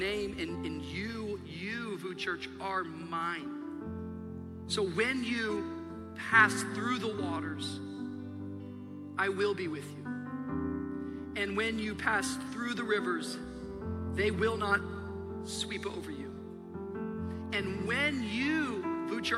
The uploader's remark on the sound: Shares live from Anniversary Sunday in this special message, Fresh Start.